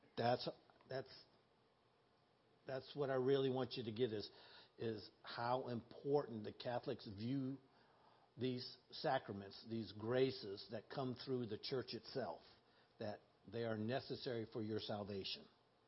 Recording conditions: large echoing room